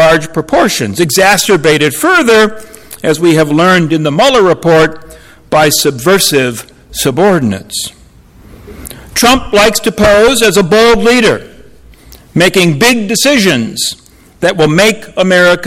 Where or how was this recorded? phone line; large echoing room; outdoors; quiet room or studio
large echoing room